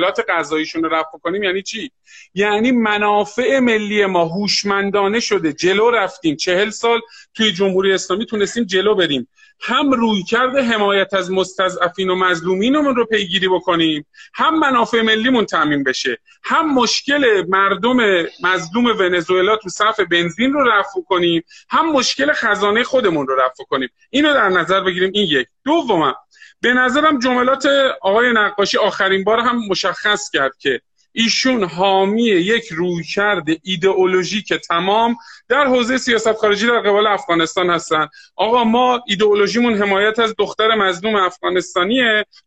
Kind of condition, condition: link, video call